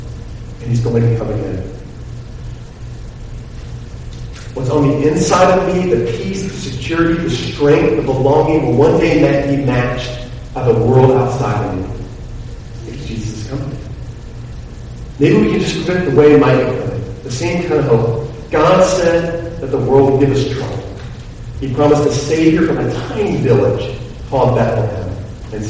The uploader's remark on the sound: The audio for this particular message is below average.